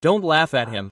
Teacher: The T in don't is not pronounced